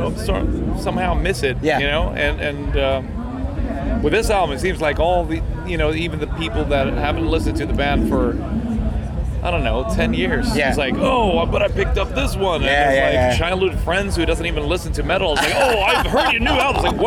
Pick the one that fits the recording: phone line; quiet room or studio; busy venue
busy venue